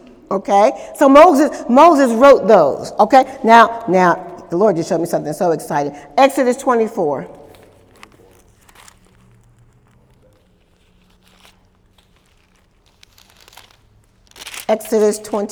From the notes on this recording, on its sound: During Wednesday night service